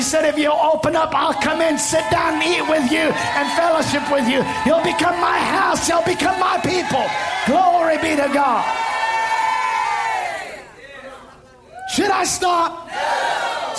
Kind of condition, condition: setting, live audience